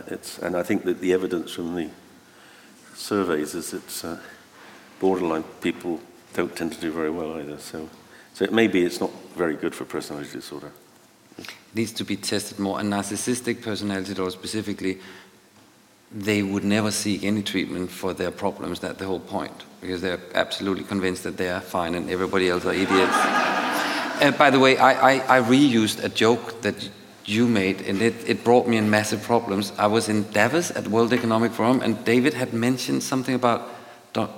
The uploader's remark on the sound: Recorded live from the launch event